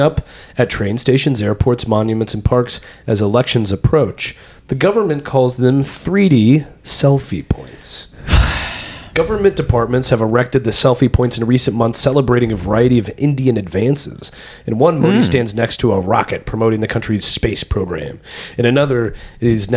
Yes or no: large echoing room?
no